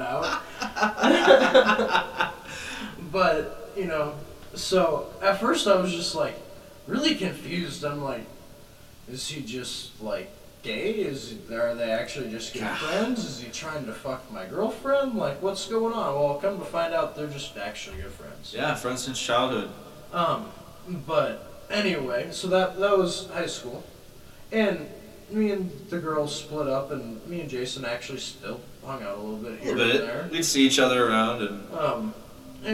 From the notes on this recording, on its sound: completely f*ck their sound up